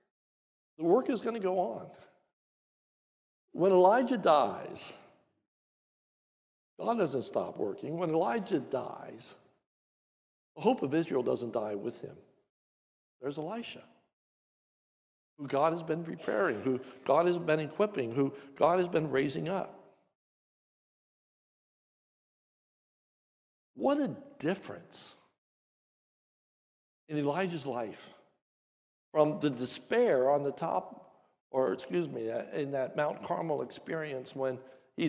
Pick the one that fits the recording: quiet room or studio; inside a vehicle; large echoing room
large echoing room